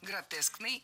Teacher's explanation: предпочтительным вариантом будет слово «гротескный» с однозначным ударением на втором слоге.